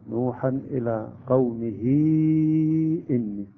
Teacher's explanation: الهاء هنا أصبحت ياء مدية